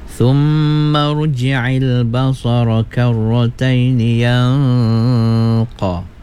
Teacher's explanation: Baik, pada ayat yang ke empat ya, pada ayat keempat, thumma ruji'il basara karrataini yanqa, nun mati bertemu dengan qaf, ikhfa hakiki, digunnahkan dua harakat ya